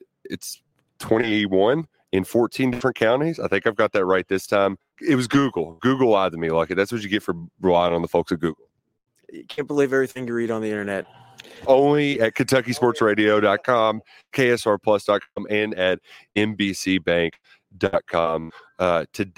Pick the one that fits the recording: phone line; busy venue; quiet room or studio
busy venue